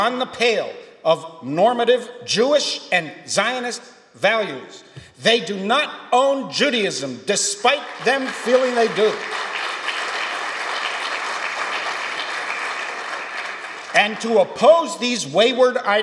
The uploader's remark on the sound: keynote speech from Re-CHARGING Reform Judaism, a historic grassroots gathering of some 300 Reform leaders at Stephen Wise Free Synagogue